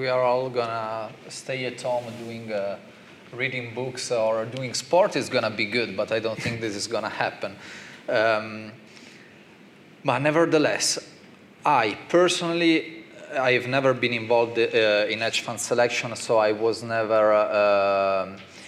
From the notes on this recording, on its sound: In a panel session at Citywire Luxembourg 2018